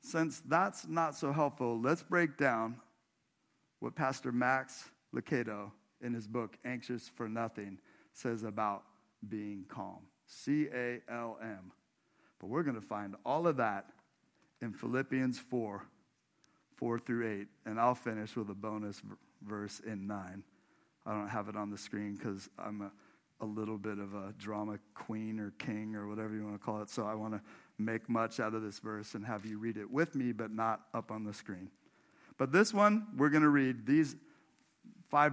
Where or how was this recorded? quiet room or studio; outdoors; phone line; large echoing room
large echoing room